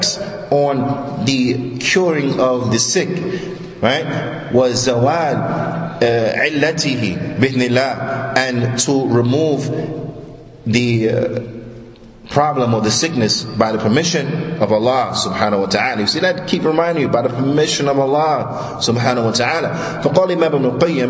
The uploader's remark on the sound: Lecture given at Masjid Nur Allah, Queens, NY.